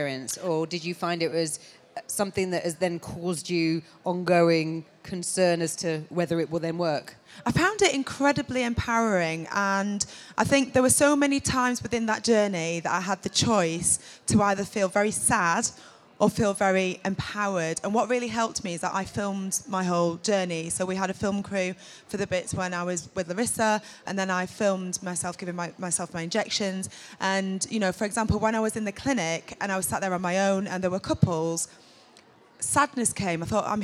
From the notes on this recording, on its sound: The Fertility Show Special from the Let's Talk Stage.